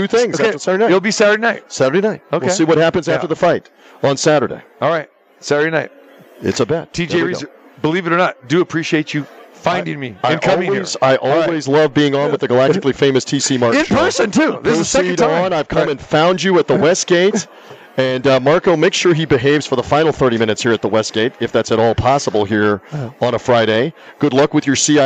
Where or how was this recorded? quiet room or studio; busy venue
busy venue